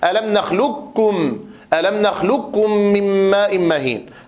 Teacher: القاف الأولى تتحول إلى كاف، ثم تدغم الكاف في الكاف من قبيل المثلين الصغير. · Term: الإضغام الكامل